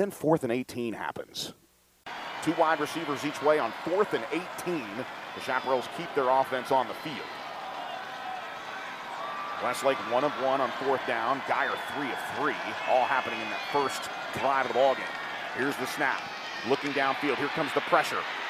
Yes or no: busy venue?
yes